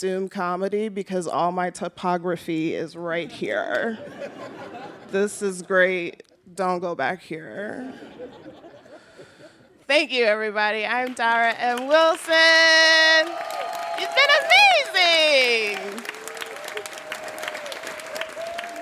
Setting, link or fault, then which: setting, live audience